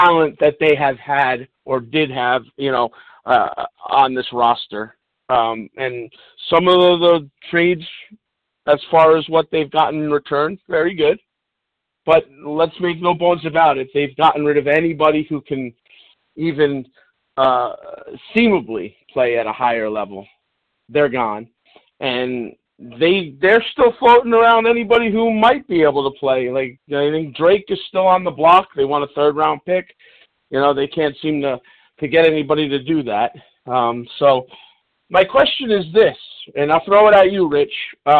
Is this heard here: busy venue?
no